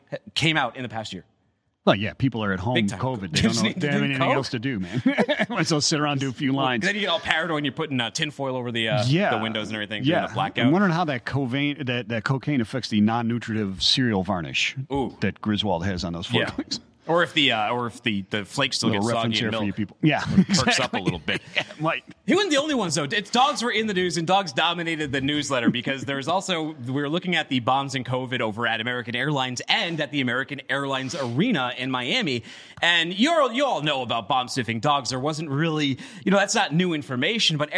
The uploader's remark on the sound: LIVE from #GSCW. LIVE from Global Supply Chain Week’s Retail and CPG day.